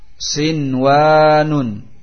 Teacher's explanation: nun sukun bertemu dengan waw, tetapi karena di satu kalimat wajib untuk dibaca idhar nunnya, sinwanun, tidak boleh dibaca idgham, siwanun. · Term: izhar mutlak